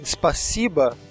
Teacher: quando esse O não estiver na sílaba tônica da palavra, ele vai ser pronunciado como A